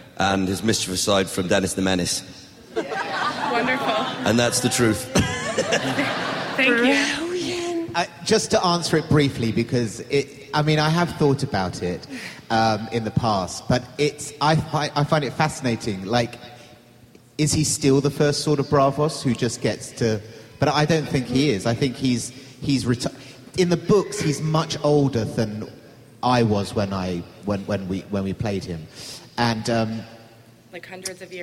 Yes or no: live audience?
yes